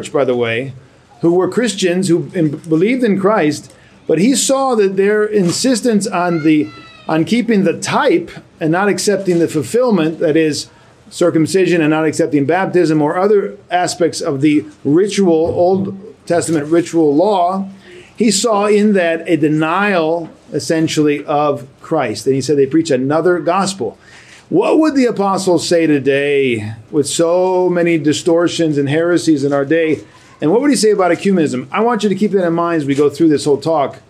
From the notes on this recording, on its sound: A lecture given to the faithful of the parish of the Archangel Michael in Huntsville, AL in June of 2023.